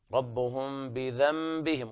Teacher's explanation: هنا الميم تخفى عند الباء إخفاء شفهيا